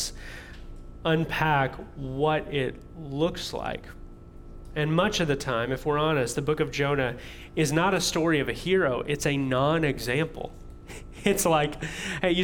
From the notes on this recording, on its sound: audio from New City Church in Champaign-Urbana, IL